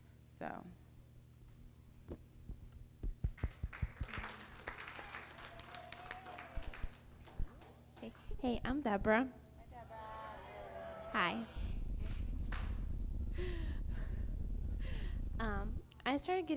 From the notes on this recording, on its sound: Recorded at Rhema Camp 07.